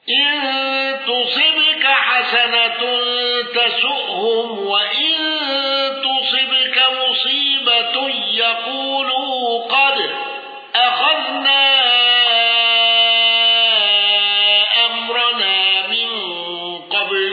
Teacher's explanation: خلف عن حمزة بترك الغنة والسكت على المفصول. يقولوا قد أخذنا أمرنا من قبل على الوجه السابق بالسكت على المد المنفصل.